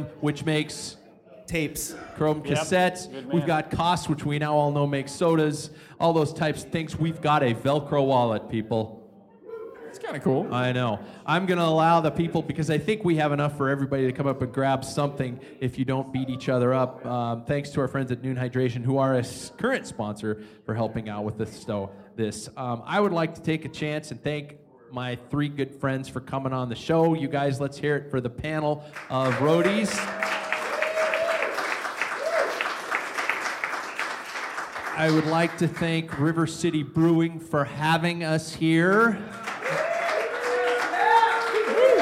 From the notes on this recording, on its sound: Packfiller LIVE. Packfiller is LIVE at River City Brewing in Spokane, Washington.